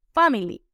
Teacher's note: En el caso de family está la fuerza en fa